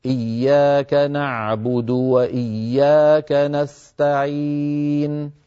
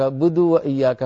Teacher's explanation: لابد من ضم الشفتين عند هذه الثلاثة، عند الضمتين وعند الواو · Shown in: first take